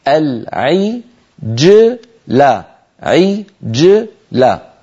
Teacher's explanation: العجلة، جيم ساكنة قبلها مكسور بعدها مفتوح، علينا أن ننطق هذا الجيم غير متأثرة، لا بالكسرة قبلها ولا بالفتحة بعدها